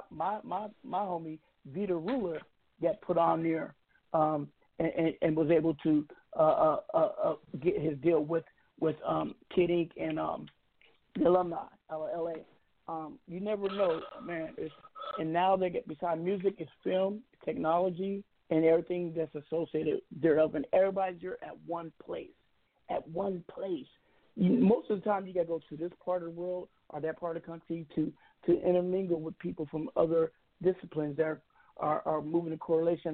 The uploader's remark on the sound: We have invited various people to call in and discuss some trending topics , current events and local happenings in their neck of the woods!